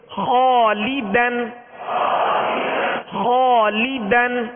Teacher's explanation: خالدن، اس الف کو پر یعنی موٹا پڑھیں گے، اس لیے کہ الف سے پہلے والا حرف پر ہے